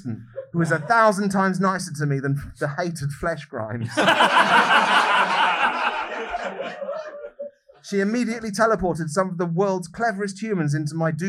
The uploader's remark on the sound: This week we return to The Canal Cafe Theatre for a live show! Because it's live, we might sound a bit shitter than usual or refer to something we can see on stage.